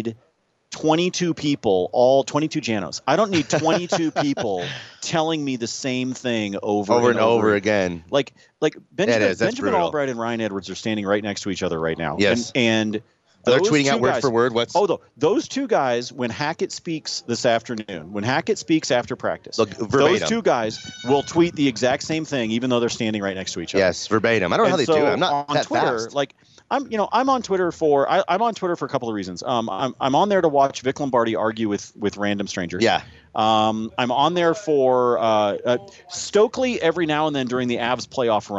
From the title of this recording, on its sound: LIVE from Training Camp